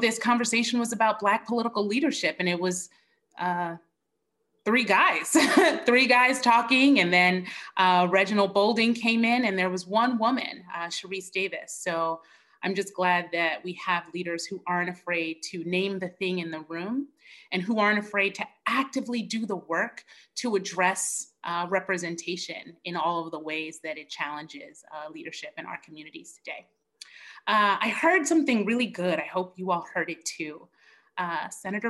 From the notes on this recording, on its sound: Originally recorded as part of a virtual event for LEE’s SparkLeadership initiative.